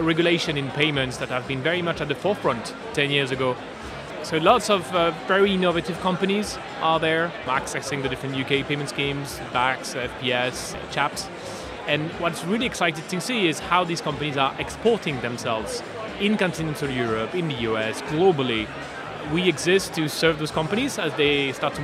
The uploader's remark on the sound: Live from Fintech Talents Festival